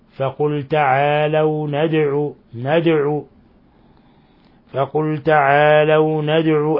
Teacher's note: دال ساكنة تقلقل لأن من حروف قطب جد · Term: قلقلة